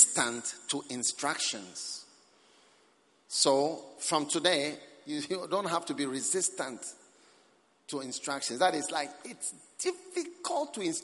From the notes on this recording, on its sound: Preached at the Experience Service, First Love Church.